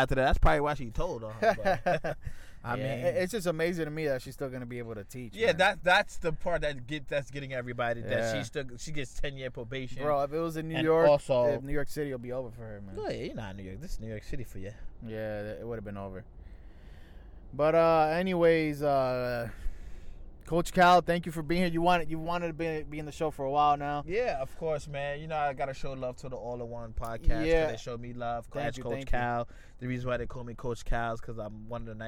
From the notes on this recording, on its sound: live from citi field parking lot